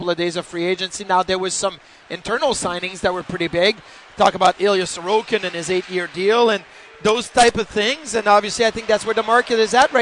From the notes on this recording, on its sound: Live from Sabres development camp.